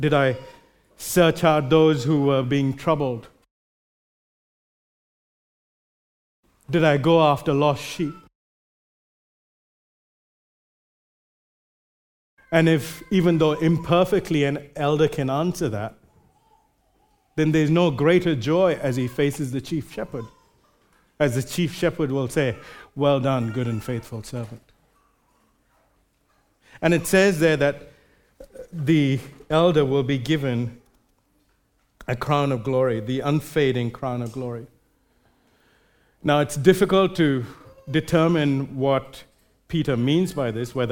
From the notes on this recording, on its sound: Recorded live at Grace Community Bible Church.